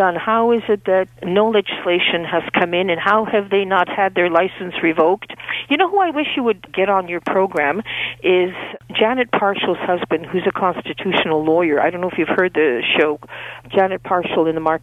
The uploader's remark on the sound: Open Phones